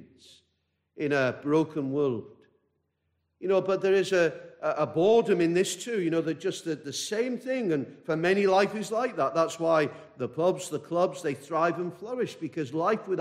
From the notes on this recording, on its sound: This message preached at a baptismal service